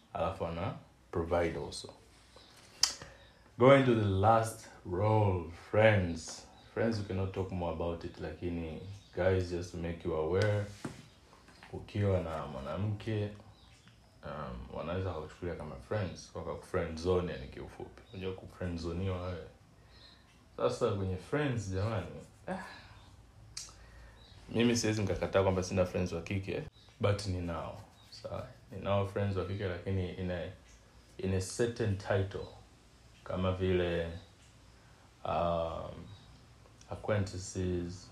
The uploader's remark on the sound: Apologies to all listeners for crappy sound issues, bird noises and cuts I am working on getting a good set up for our podcast so hang with me a bit, the good days are coming.